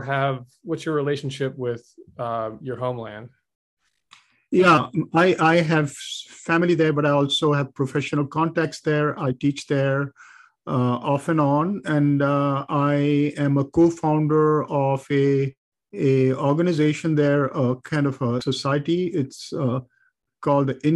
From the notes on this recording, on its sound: My computer was battling with internet connectivity issues throughout so there are many audio blips. I did my best to edit around them.